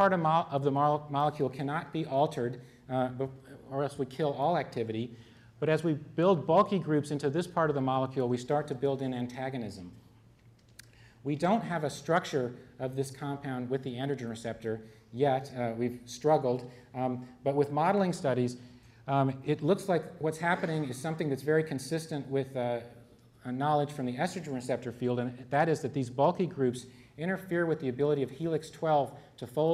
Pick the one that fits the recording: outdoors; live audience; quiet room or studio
live audience